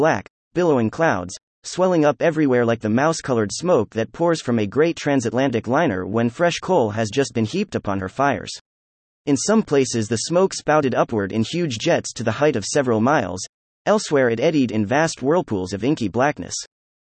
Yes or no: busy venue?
no